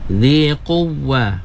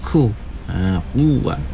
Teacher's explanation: huruf qaf baca tebal, jangan jadi kaf · Shown in: first take